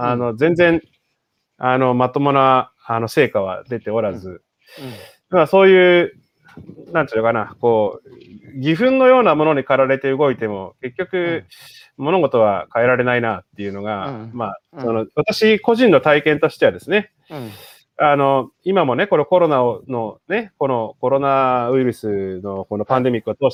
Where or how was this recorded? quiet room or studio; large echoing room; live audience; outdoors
outdoors